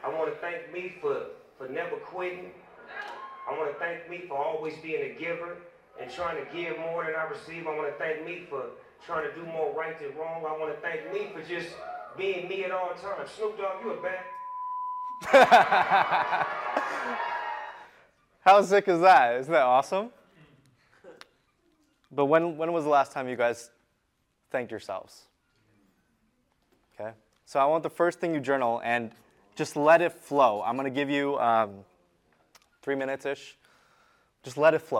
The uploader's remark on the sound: Today’s episode is an excerpt from a workshop I delivered at our recent Untap Your Sales Potential mastermind in Austin Texas.